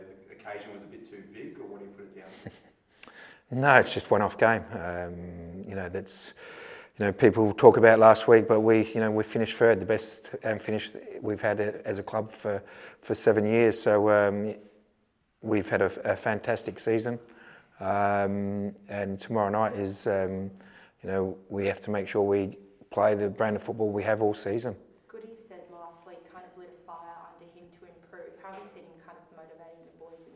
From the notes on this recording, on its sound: speaks to media at Coopers Stadium